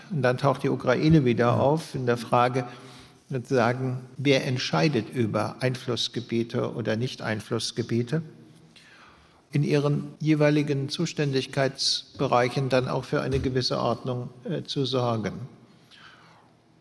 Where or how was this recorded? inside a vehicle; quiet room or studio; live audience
live audience